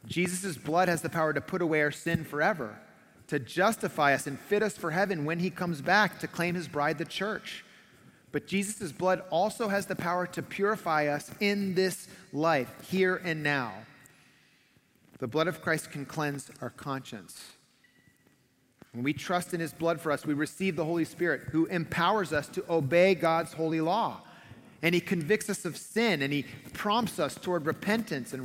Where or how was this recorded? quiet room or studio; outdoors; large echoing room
large echoing room